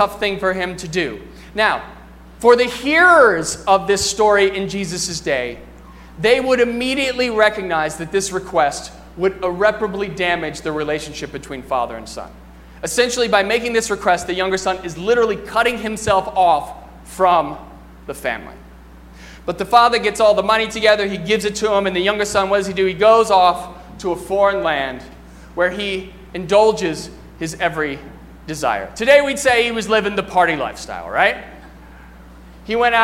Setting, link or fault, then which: setting, large echoing room